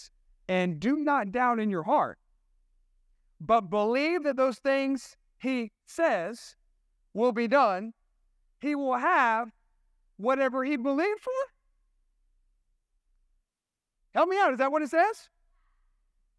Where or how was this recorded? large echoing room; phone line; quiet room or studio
large echoing room